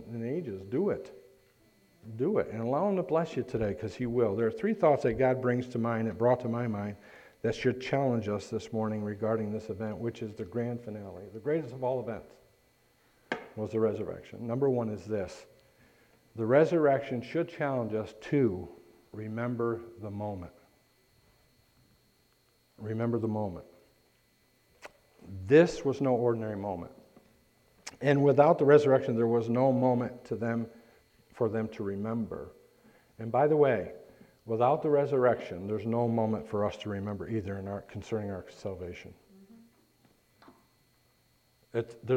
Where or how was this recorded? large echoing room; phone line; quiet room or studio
large echoing room